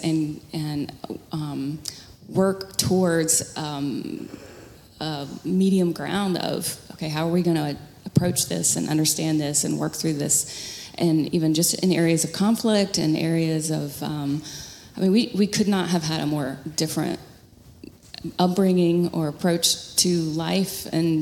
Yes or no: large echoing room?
yes